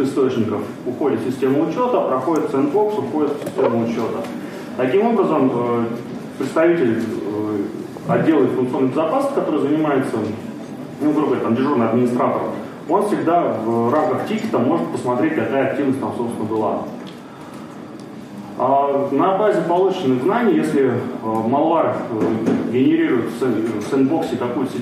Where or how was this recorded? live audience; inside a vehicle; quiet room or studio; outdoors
live audience